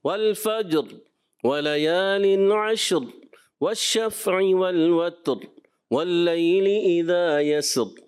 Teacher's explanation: را میں تھوڑی تکرار ہو رہی تھی بار بار جو ہے نا، تو اس وجہ سے تھوڑا سا یہ نہیں ہونی چاہیے، تو اس غلطی کو درست کرنا ہے.